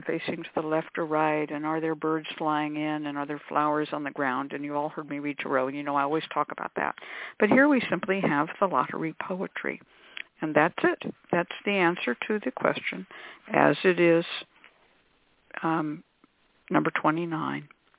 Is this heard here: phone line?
yes